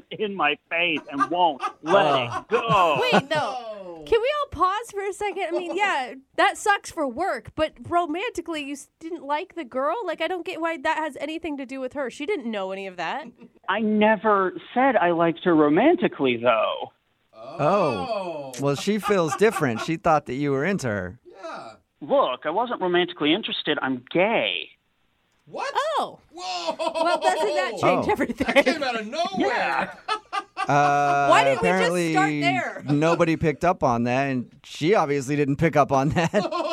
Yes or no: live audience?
no